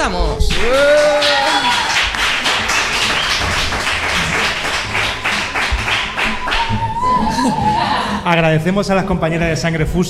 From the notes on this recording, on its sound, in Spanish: Dentro del maratón radiofónico en directo “Almaina al Sol“, celebrado el pasado 30 de enero en la sala de artes escénicas El Apeadero (Granada).